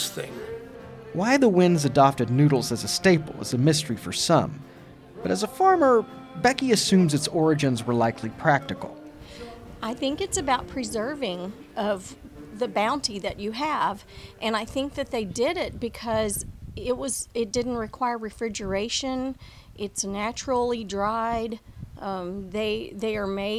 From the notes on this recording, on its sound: On the last Sunday in September, however, the town comes alive when nearly 2,000 descendants, friends, and family convene for Wendish Fest. Recorded live at Wendish Fest.